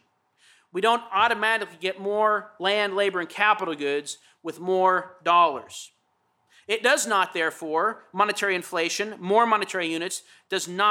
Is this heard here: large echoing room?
yes